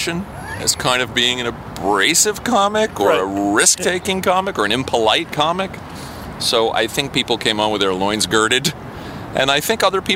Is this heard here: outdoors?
yes